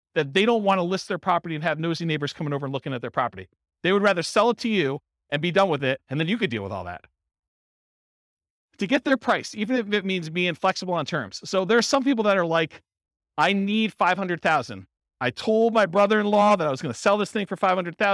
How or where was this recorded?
live audience